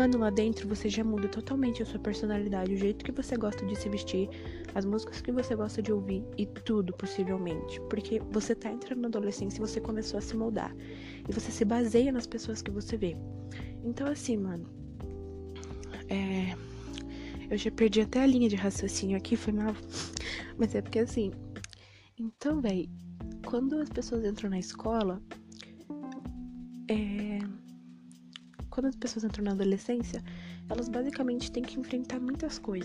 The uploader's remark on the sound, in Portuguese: Nesse EP tentei falar um pouco mais baixo. Foi mal pelos barulhos de fundo.